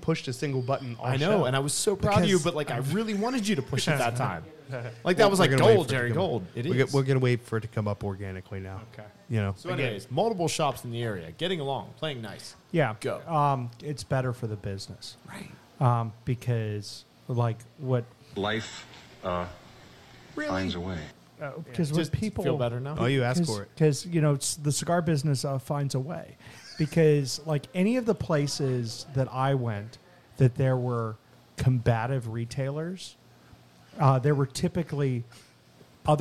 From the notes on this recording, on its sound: go on location at The Blind Fox in Dormont, Pa for Oktoberfest